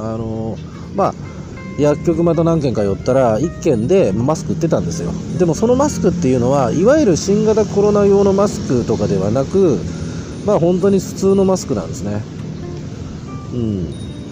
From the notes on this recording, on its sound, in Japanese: 台湾高雄の川のほとりでボーッと録音してみた。夜に録音してみた。